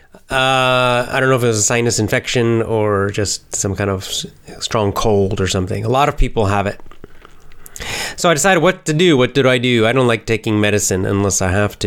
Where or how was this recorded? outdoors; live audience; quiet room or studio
quiet room or studio